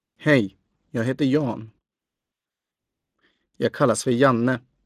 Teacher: stressing the object or complement at the end of the sentence · Term: Sentence Stress